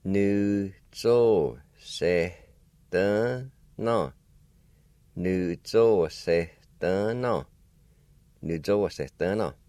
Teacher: at the very end of the S-E, there's a faint H sound, or an aspirated sound